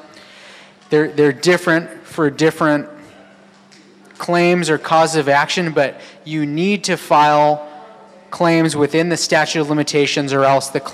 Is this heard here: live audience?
yes